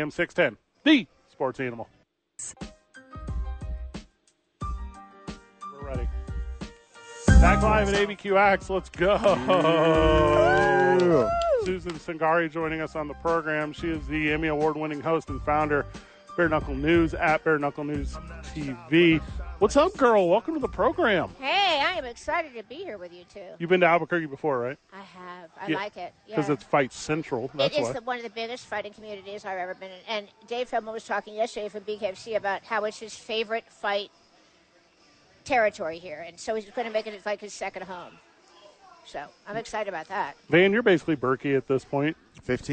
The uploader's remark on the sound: live from ABQ AXE